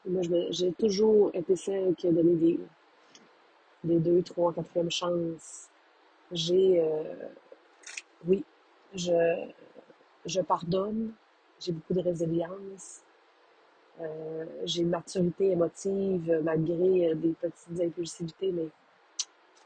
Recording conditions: poor microphone